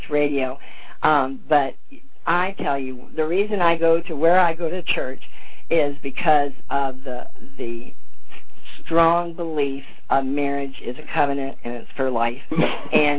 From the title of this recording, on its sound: FEBRUARY 13, 2011 CONFERENCE CALL